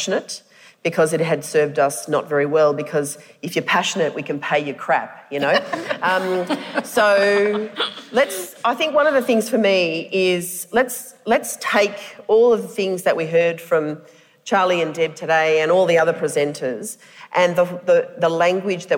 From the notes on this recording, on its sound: A series of conference presentations from the Victorian Government's Realising the Potential Conference. The audio for this session has been generously provided by the Victorian Department of Education and Training.